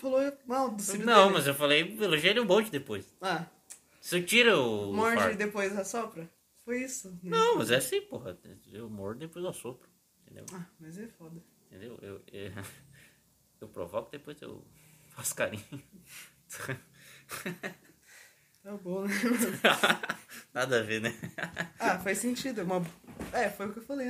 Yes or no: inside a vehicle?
no